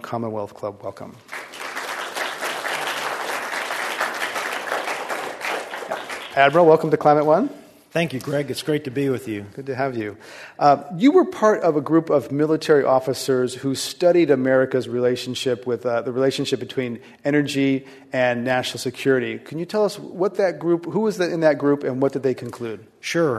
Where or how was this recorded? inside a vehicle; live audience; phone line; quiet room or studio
live audience